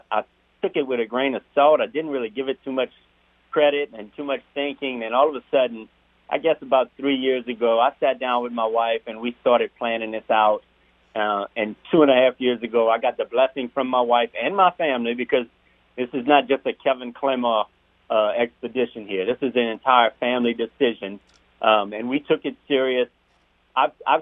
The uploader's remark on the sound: We then go to the phone lines